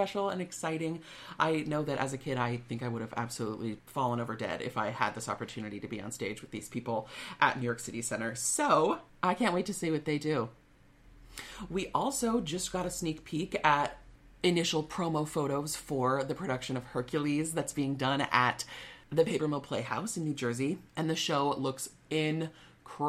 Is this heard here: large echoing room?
no